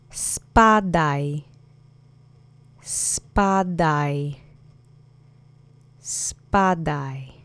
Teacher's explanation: The accent is on the first syllable.